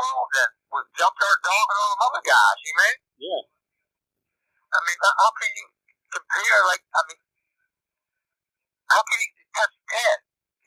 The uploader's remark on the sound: This interview was conducted over the phone and cleaned up audio wise the best we could.